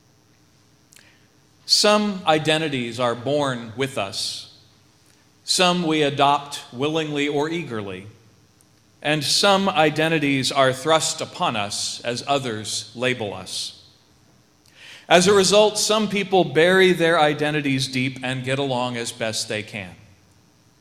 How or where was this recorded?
large echoing room